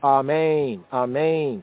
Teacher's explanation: The accent in both cases is on the second syllable